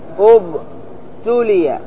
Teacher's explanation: أقول أبتلي لأن التاء مضمومة فأضم همزة الوصل